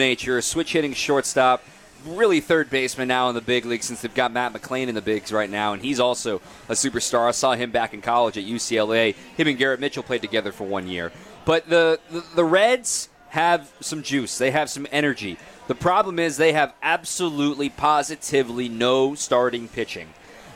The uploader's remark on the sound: Live From Summerfest